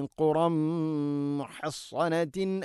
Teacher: തൻവീനിനെ മീമിലേക്ക് കൂട്ടിലയിപ്പിച്ച് മണിച്ചുകൊണ്ട് ഉച്ചരിക്കണം.